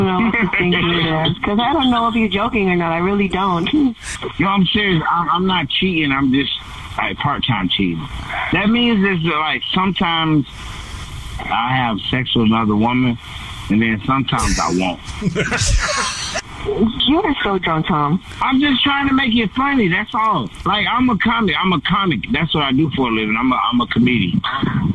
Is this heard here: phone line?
yes